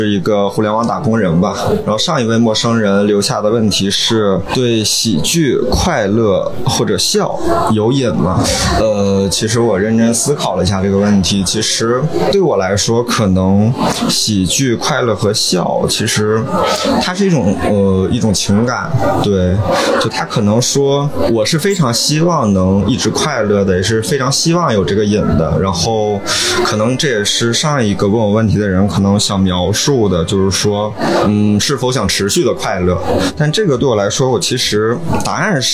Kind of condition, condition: fault, background noise